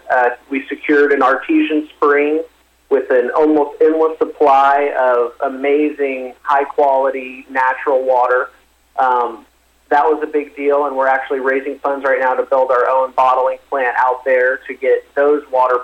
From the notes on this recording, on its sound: called in to SmallCapVoice.